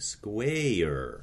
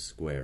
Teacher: they're breaking the diphthong into two syllables · Shown in: first take · mm-hmm. and giving it a kind of a twang to it.